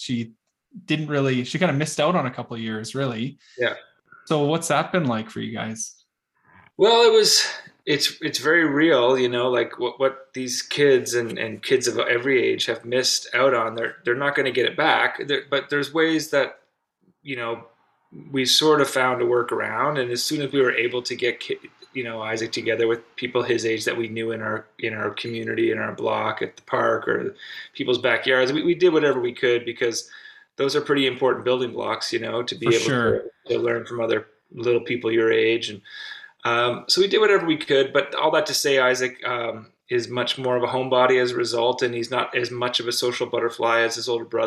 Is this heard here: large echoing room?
no